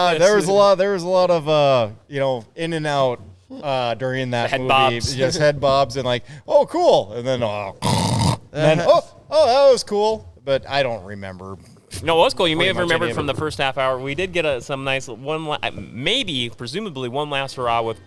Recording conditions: busy venue